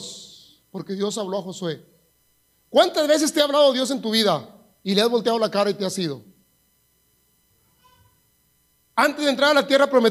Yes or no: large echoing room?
yes